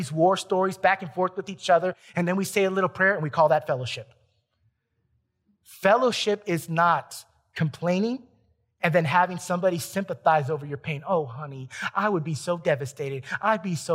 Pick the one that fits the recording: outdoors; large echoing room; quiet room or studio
large echoing room